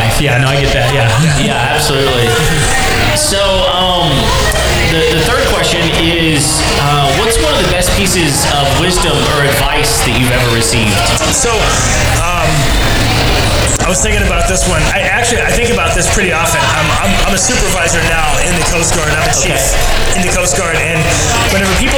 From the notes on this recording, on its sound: That time we did a live show. We did a live show at Thistle Draft Shop in Spring, TX. We had a great night and broke the audio up into smaller pieces.